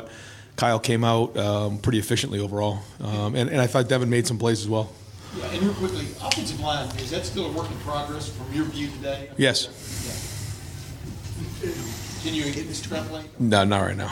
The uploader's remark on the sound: The Land-Grant Podcast Network will be bringing you uncut audio primarily from Ohio State press conferences, but also from individual interview sessions.